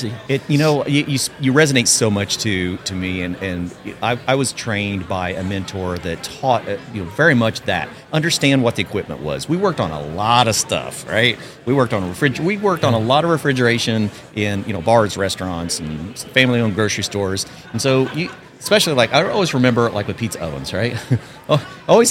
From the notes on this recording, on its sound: At the 2023 National HVACR Education Conference.